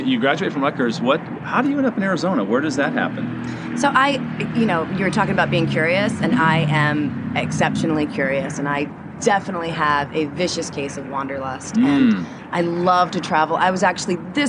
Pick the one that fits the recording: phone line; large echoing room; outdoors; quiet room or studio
outdoors